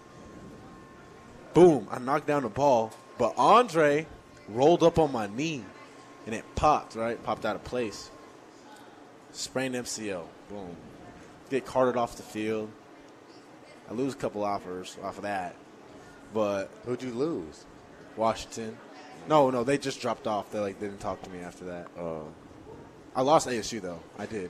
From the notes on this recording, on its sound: Live from Daq Shack!